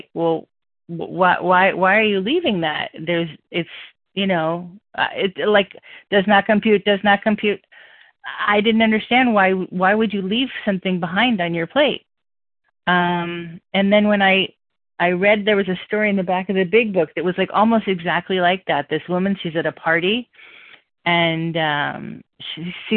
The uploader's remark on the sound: 100 Pounders Phone Meeting